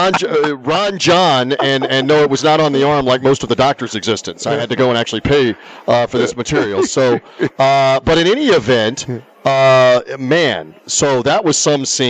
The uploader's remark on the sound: Live from the Super Book at the Westgate Las Vegas